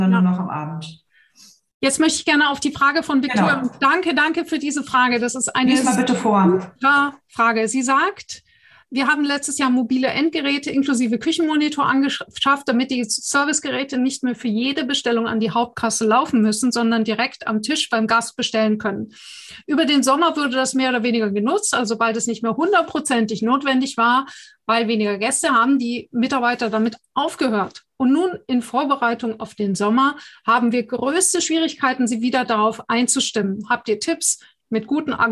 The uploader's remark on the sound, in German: Podcast zum interaktiven Live-Webinar